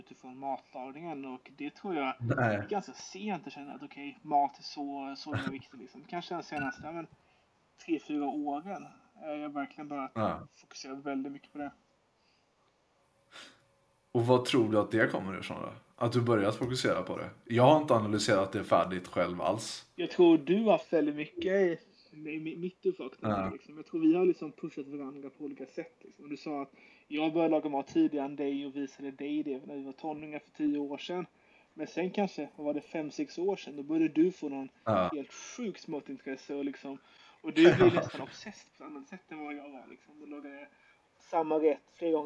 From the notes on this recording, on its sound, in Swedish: ringer in på skakig lina från en mystisk destination i en okänd tidzon, därav ljudkvaliteten.